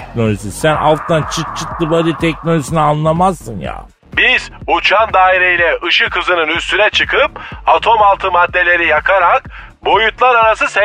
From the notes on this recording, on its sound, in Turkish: Telefon görüşmesi. Telefon hattında.